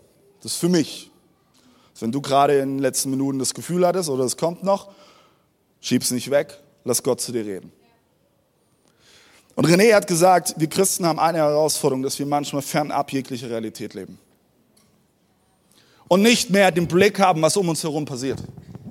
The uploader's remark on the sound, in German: Audiomitschnitt der Predigt vom 12.